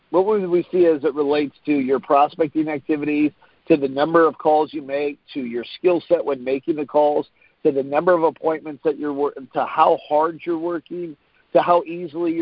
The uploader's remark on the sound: Team Freedom conference call on 3/15/19.